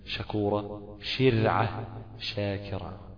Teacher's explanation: الشين وسط اللسان مع ما يحاذيه من الحنك الأعلى ولكن دون ما التصاق فيكون المخرج غير منقفل تماما ورأس اللسان عند الأسنان زي كلمة مثلا شكورة شرعة شاكرة أما